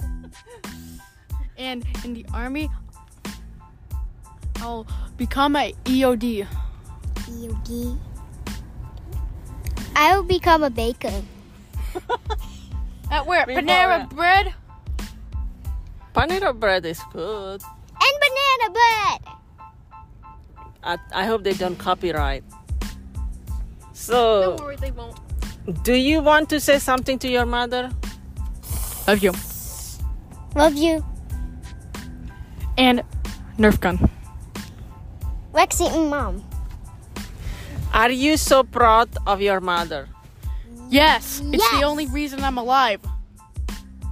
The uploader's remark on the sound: We talked and did the recording in the car.